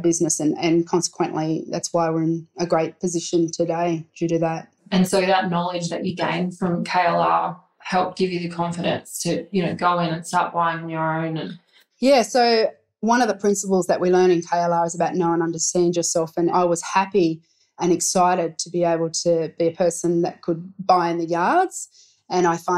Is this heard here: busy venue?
no